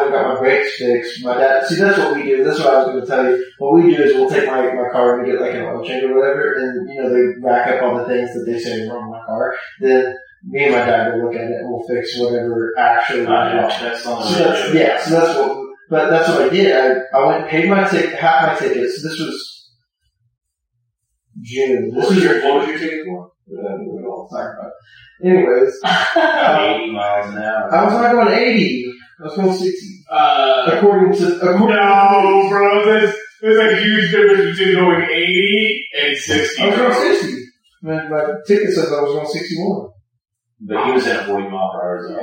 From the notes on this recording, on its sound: The audio quality remains bad